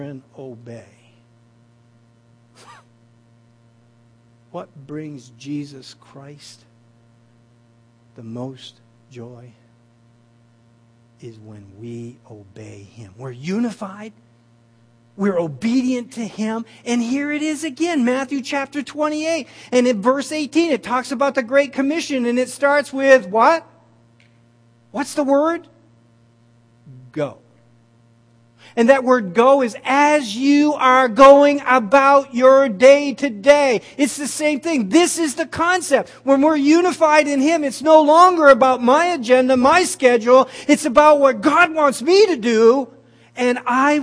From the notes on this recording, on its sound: At The People&#8217;s Church of Somerville, NB on the morning of February 15, 2015. At The People’s Church of Somerville, NB.